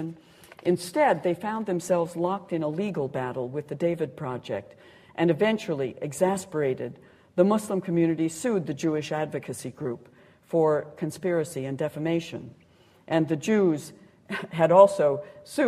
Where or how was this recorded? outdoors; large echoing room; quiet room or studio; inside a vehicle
large echoing room